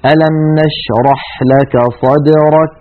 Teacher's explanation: فأولا نحبس صوت الكاف قليلا ثم نجري النفس على طول بعده من غير مبالغة، يعني لا نبالغ في إجراء النفس ولا نحصرم الكاف ونبتر صوتها بشدة من غير همس كما يفعل بعض إخواننا خاصة في البلاد الهندية والباكستانية ومن تأثر بهم. · Term: الشدة والهمس